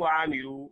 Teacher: والواو في كلمة وعملوا واو مفتوحة متحركة تخرج من الشفتين بإبقاء فرجة هما ونصفها الخفاء.